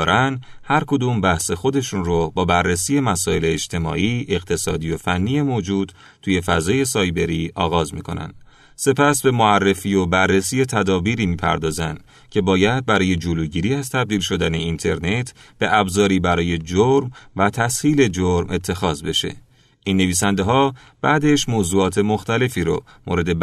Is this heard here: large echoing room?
no